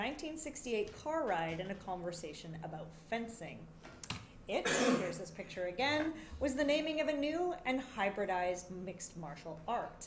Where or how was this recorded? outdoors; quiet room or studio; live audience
live audience